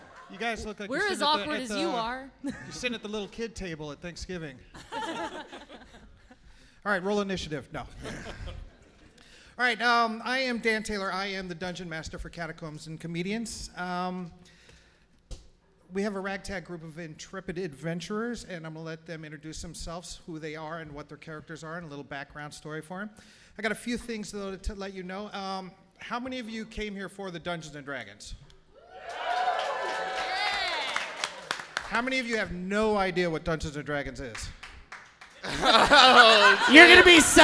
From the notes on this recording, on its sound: Live Show at Stand Up Live Huntsville. Recorded live at Stand Up Live in Huntsville, Alabama. Playing the world’s greatest role-playing game live on stage.